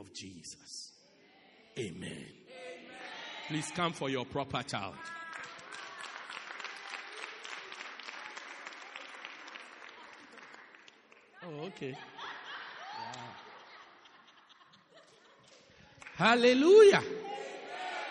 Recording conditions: large echoing room